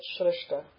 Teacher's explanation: in some of the roots, a palatal will go to a lingual sha. So there's a small group of roots that will do that.